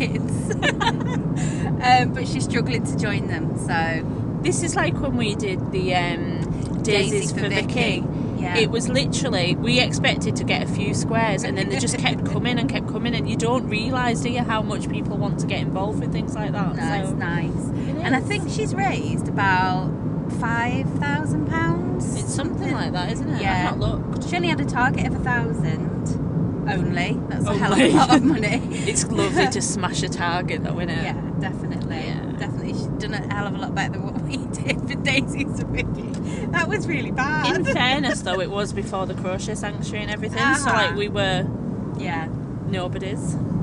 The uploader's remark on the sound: recorded during out road trip